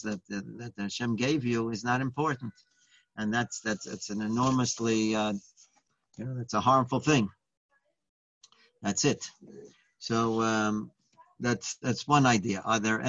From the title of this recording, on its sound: Live On Zoom